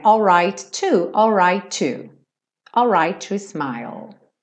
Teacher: Lembrando de juntar os dois T's